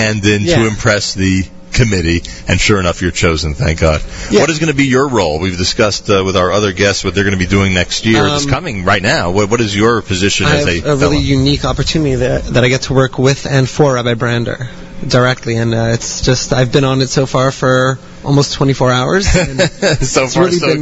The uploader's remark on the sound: Live from the 8th Annual Yeshiva University Leadership Conference (ChampionsGate)